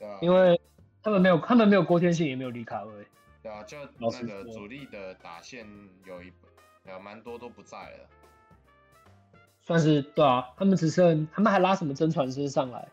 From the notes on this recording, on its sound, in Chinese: 首次遠距錄音....品質有點差會改進的。因為疫情的關係首次嘗試用遠距錄音的方式。